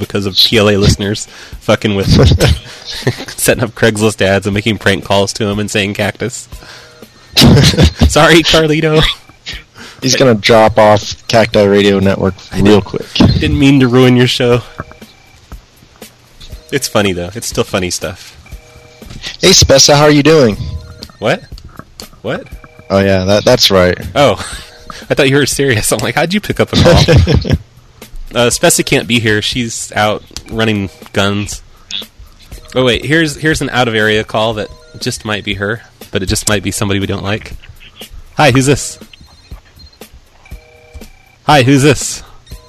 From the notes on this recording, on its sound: Prank Phone Calls Collection